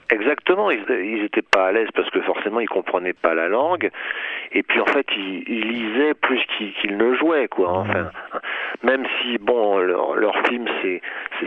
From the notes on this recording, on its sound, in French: Interview par téléphone